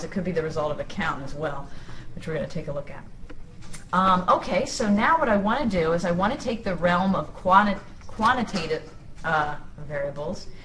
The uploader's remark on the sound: This is a clip from a live classroom so you will hear me interacting with students. This is a clip from a live classroom so you will hear me interacting with students.